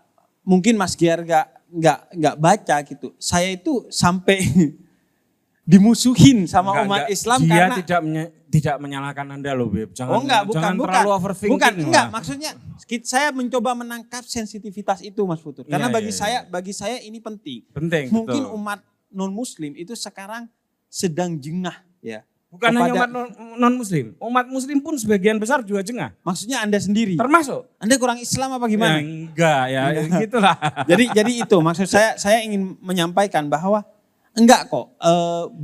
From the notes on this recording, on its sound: PutCast Live on Stage International Conference on Religious Moderation (ICROM) ke-2. Konferensi ini diadakan di Yogyakarta.